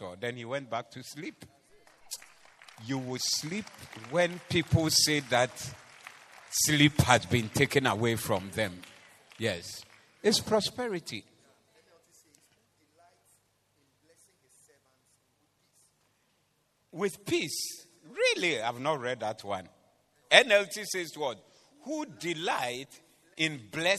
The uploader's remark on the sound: Preached at the Doxa Service 23072023